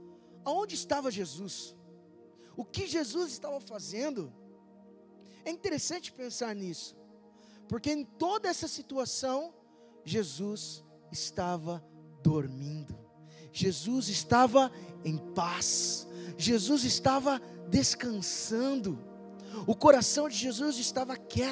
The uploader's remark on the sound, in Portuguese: LIVE DO CULTO ADORAÇÃO E VIDA SEDE